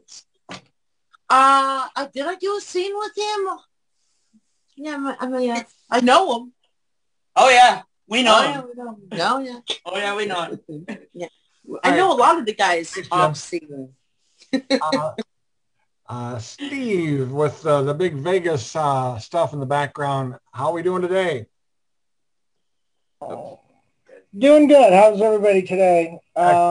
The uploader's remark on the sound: a Zoom show of her own on 2/21/2021